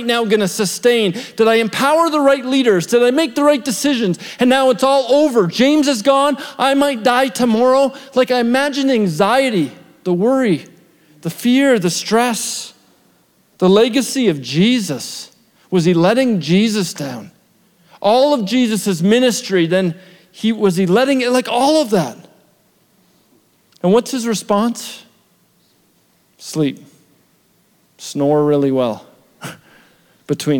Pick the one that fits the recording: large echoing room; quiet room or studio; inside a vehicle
large echoing room